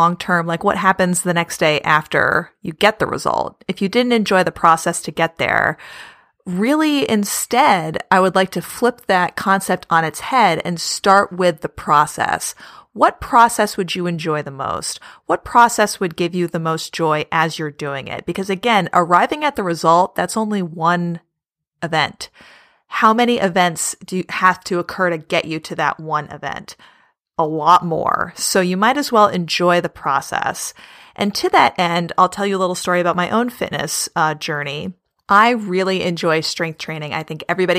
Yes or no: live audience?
no